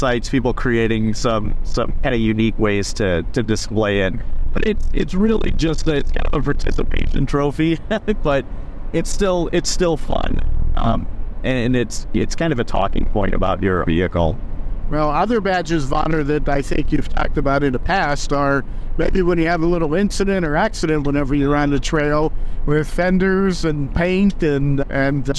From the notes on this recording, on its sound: On a Jeep Trip. There might be a little road noise, but that's part of the adventure!